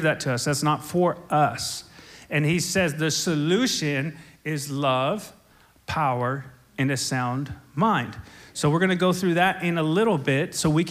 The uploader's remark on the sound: SOZO Church, Belfair Washington